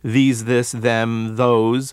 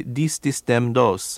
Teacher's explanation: Spanish frequently substitutes a D or a T for these THs. · Shown in: second take · For example, instead of saying these, this, them, those, they're more likely to say dis, dis, them, dos.